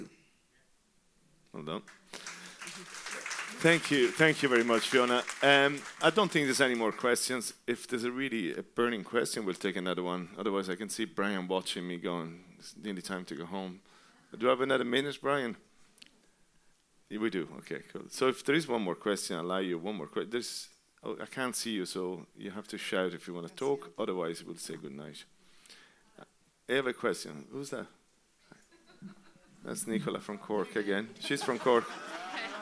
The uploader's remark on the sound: Recorded live at The Whale Theatre in Greystones, Co. Wicklow, Ireland.